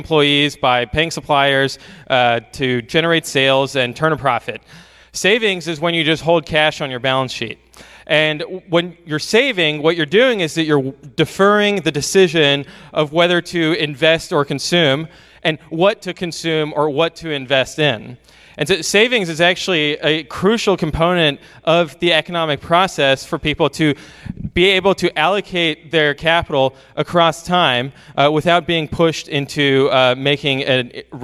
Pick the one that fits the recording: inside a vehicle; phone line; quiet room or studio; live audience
live audience